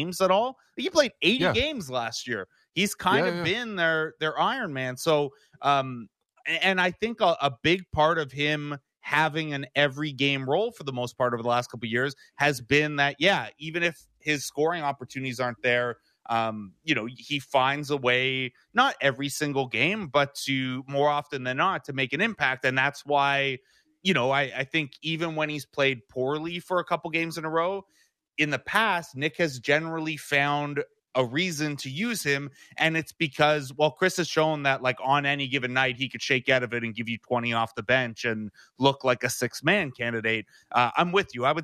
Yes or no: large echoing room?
no